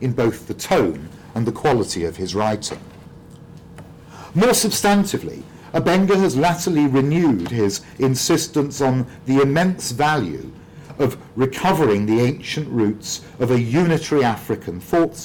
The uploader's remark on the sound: speaking at the African Athena conference